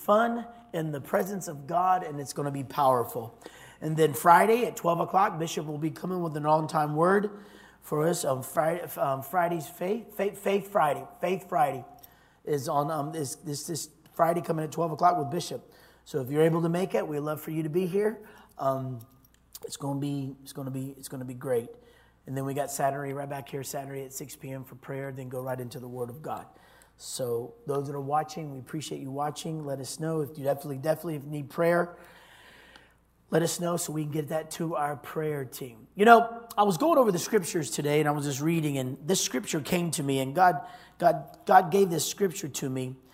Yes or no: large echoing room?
yes